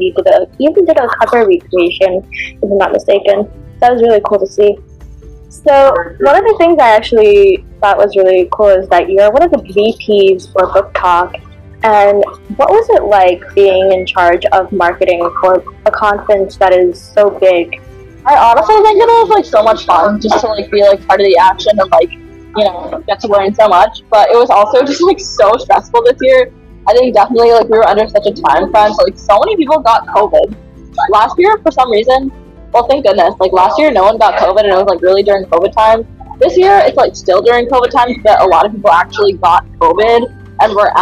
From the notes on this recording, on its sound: apologies for the background noise in this episode